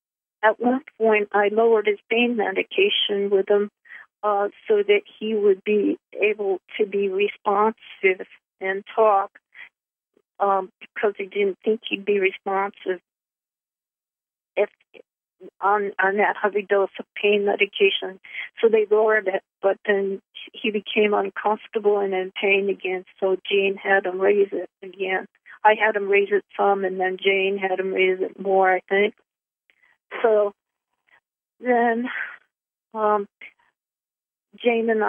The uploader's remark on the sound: Conference Call LIVE, November 15, 2021